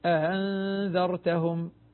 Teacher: ألفا أنذرتهم مع المد المشبع ست حركات لأنه يصبح مدا لازما، ومنهم من يسهل الهمزة الثانية